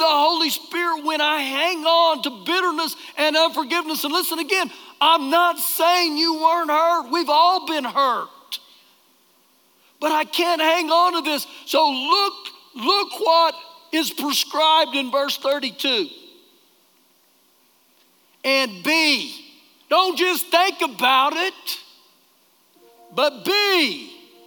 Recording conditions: live audience